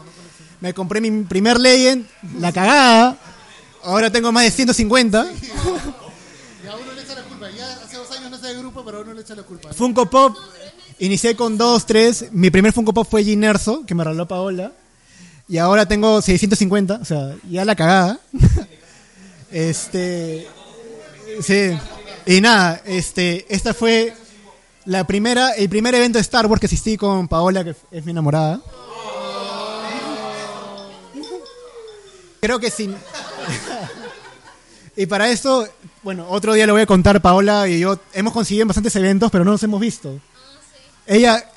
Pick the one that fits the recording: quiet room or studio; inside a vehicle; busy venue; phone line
busy venue